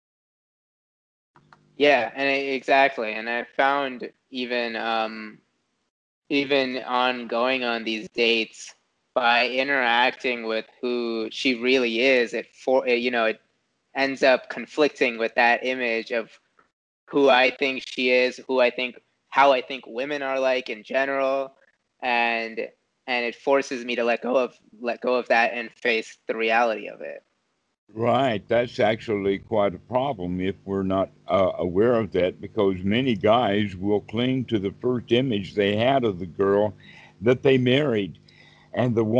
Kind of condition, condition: link, video call